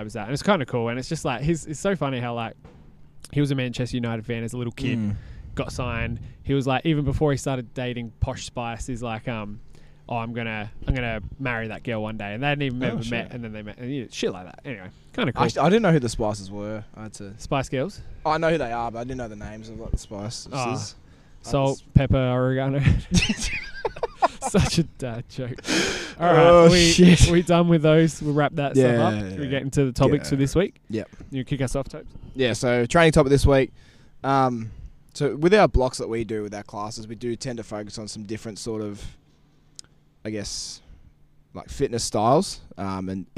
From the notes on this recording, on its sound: we recorded outside